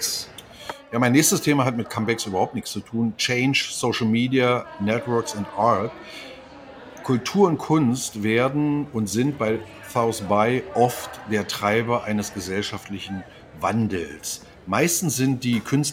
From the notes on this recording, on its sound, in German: Starten zwischen zwei Cappuccini auf dem Flughafen in Houston.